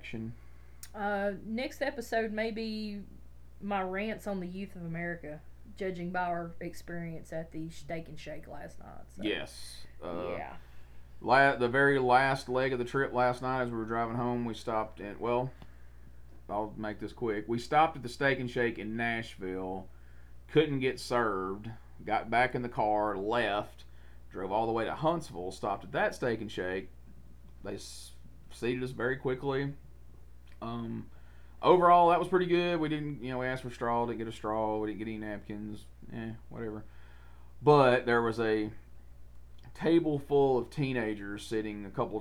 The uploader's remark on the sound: The audio on this episode may be a little low but the problem has been fixed for future episodes.